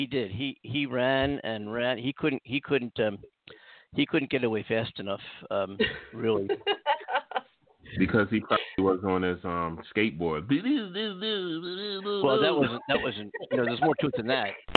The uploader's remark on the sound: The only live call in talk show in the world co-hosted simultanioulsy aroud the globe.